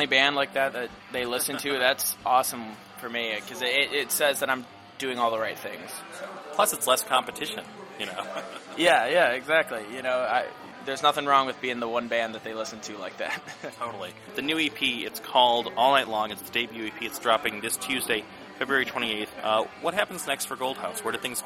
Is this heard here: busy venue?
yes